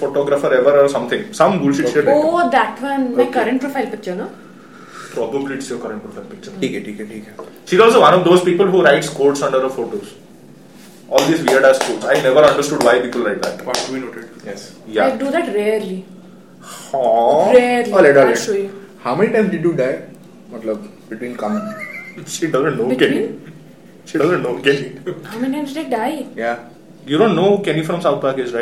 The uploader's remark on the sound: Extreme disturbance in the first 40s of audio, please don't mind.